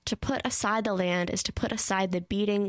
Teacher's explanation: We have iambic feet almost the whole way through this section, interrupted in only three places. The first two come after each instance of to put aside the land.